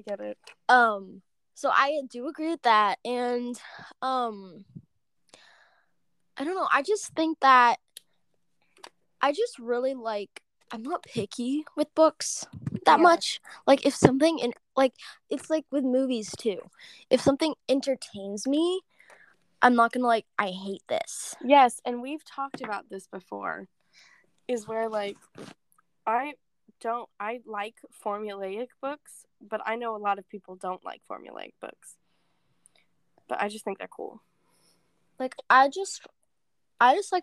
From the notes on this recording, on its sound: not the best audio sorry lol